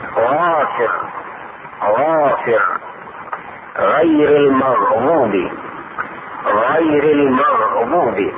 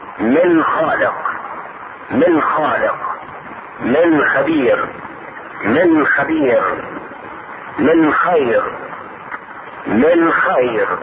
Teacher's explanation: أدنى الحلق، يعني أقربه مما يلي الفم، وهو مخرج الغين والخاء